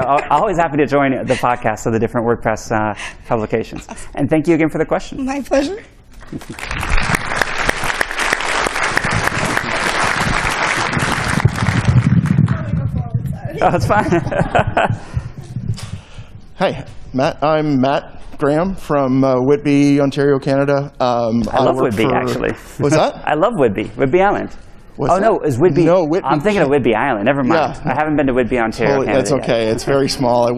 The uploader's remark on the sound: Today's episode is a recording from the official WCUS 2022 livestream found in this video . A Q&A session from the audience.